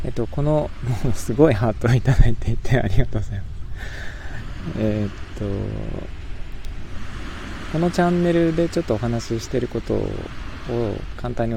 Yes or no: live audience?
no